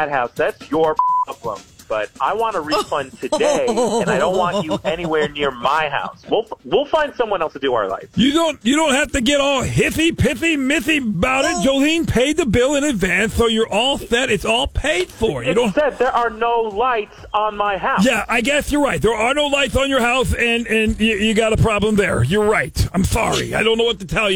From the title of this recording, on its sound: Friday Phone Jacks Prank Call